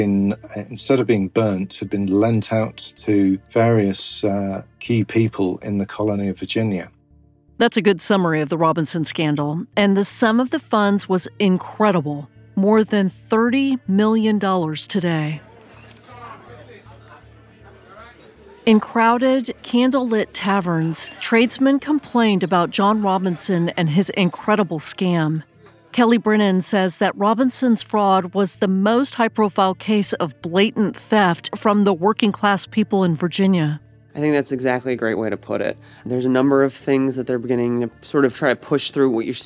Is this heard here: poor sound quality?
no